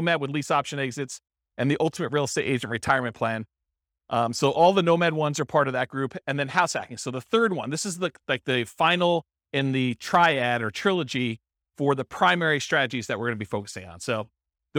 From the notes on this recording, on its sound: This was a live class recorded